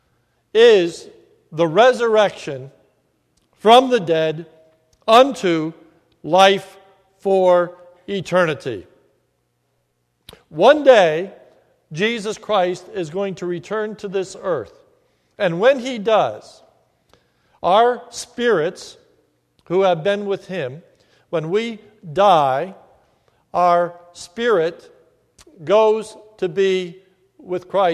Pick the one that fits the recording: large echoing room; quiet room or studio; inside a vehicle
large echoing room